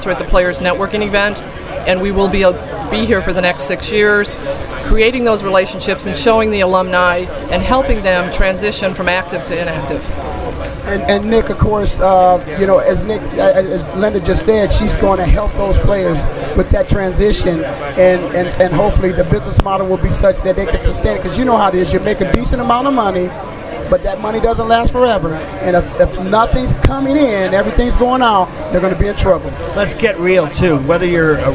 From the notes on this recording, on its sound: Live From Player Networking Event 2011. Voice America will participate as an official online media partner and provide a live simulcast on our Internet TV and Internet Radio channels from event.